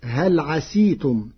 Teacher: قرأ ورش كلمة عسيتم بكسر السين فتصير هل عسيتم، لغة لبعض القبائل.